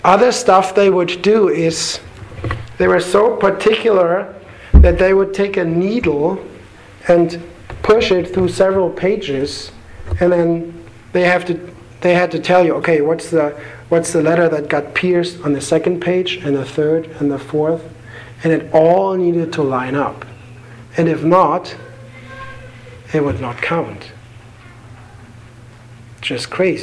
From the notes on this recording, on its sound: Sermon delivered to the Galena Bible Church